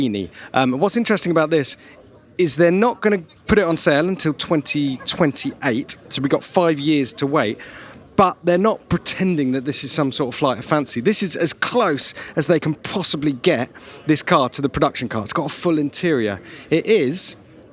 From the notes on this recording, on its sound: Live From The Pebble Beach Concours! Well, live-ish.